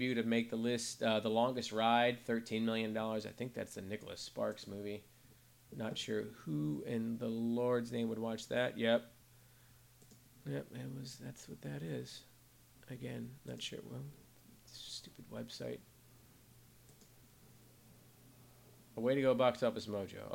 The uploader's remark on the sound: I apologize about the low volume of the podcast, my mic volume was set a little lower than usual for some reason